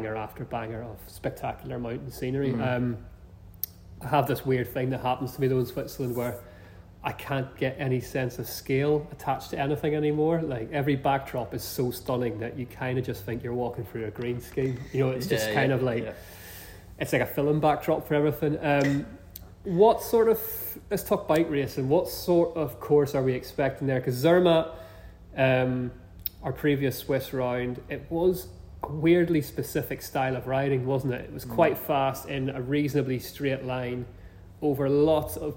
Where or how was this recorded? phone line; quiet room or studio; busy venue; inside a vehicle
busy venue